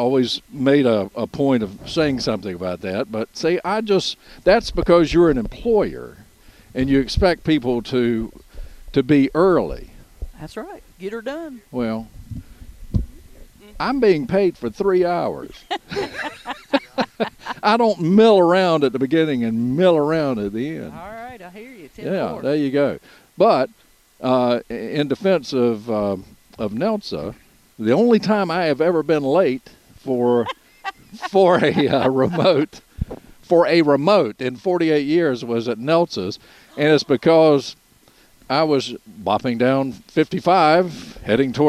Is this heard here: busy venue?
yes